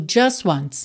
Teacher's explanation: Já o T de just eu posso omitir. Então, eu ligo just wants.